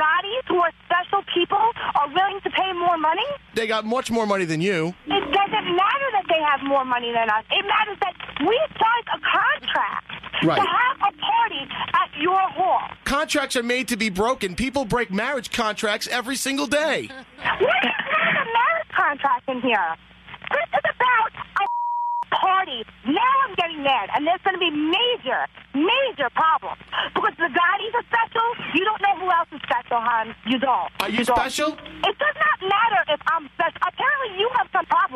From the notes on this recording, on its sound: a couple of decrepit Halloween Phone Taps